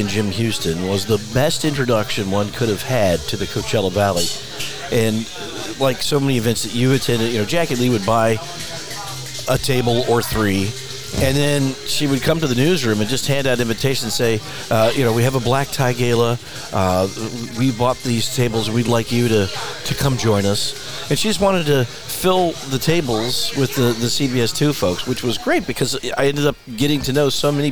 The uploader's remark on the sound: Recorded live at the center of the Coachella Valley, Skip Paige’s Little Bar .